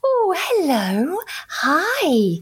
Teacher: You have these big sweeping tone changes and everything's much higher pitched. · Term: parentese